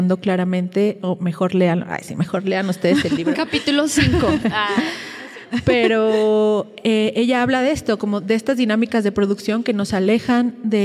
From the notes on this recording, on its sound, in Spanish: una conversación en vivo y con público